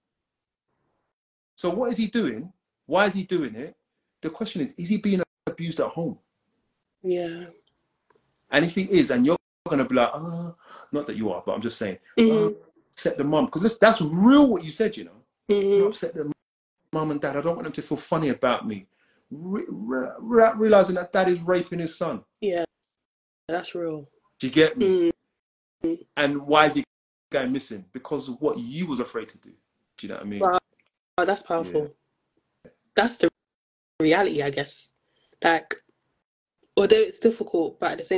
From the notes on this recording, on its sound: Instagram Live Session